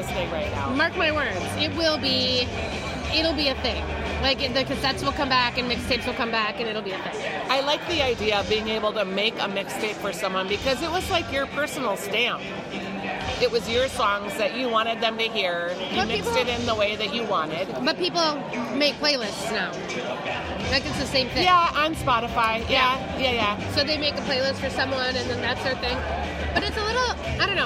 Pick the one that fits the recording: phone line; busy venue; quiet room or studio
busy venue